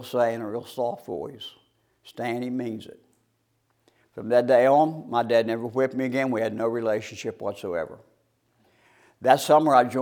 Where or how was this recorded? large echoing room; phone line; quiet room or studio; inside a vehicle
large echoing room